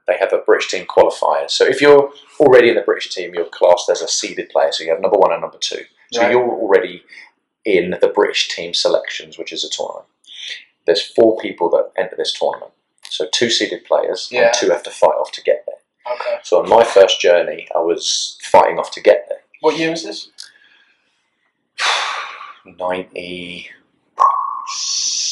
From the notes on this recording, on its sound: The camera cut out for some reason. As the episodes go one, things will go smoother, and the audio/video quality will improve as equipment and better camera technique is used.